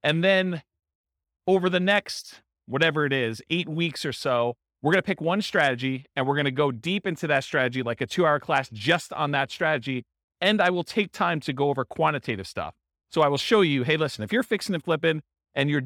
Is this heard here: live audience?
yes